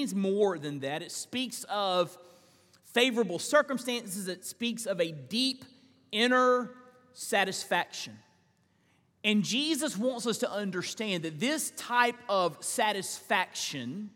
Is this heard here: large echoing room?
yes